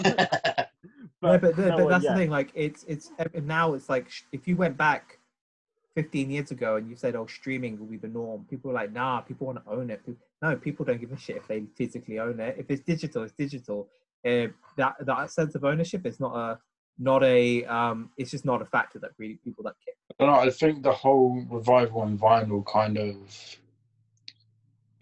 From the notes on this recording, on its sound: jump onto Zoom for a long overdue catchup